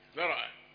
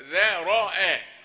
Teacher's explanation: بين أن الذال رقيقة وأن الراء مفخمة والهمزة رقيقة · Shown in: second take · ذا راء مما ذرأ من الحرف، لكن مع السرعة بيجي كأن الحروف كلها واحد.